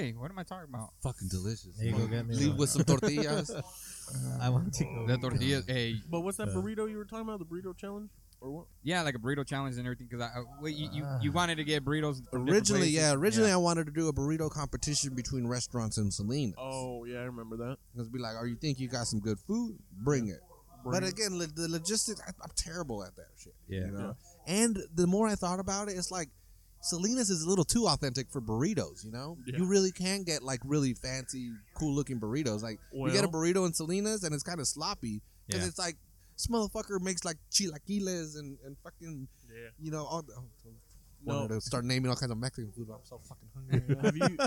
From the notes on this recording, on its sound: This episode was recorded at the Salinas Sports Complex during they Street Low Car Show and the weather could not have been better.